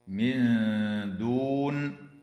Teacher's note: وتخفى النون الساكنة عند الدال مع الغنة مرققة